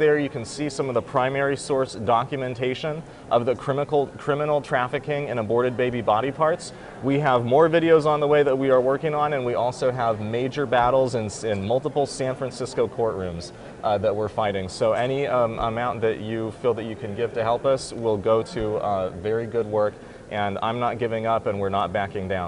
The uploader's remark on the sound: Live At NRB.